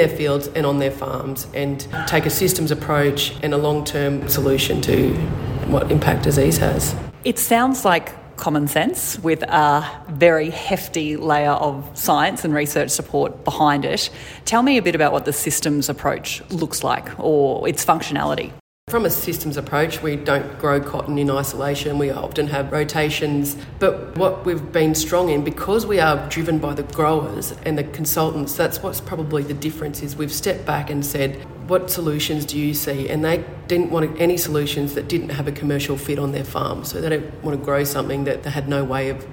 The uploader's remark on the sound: on site at the Australian Cotton Research Conference in Toowoomba at the start of September